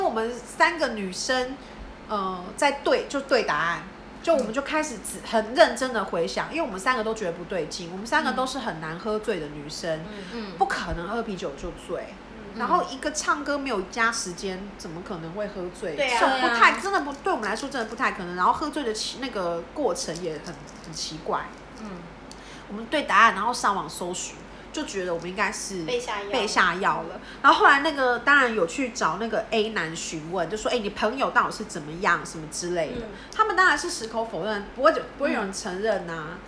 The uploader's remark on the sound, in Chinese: 喝酒那些事系列由於是試錄集，收音設備非常陽春，請海涵～。